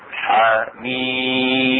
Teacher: والمد يكون في الميم حميم، فان مده في الميم لا في الحاء